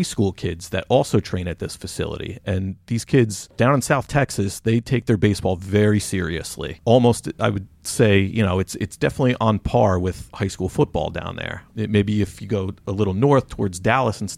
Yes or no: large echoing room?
no